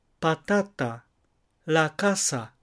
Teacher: 3音節のうち2番目の音節にアクセントがある、弱強弱というパターンです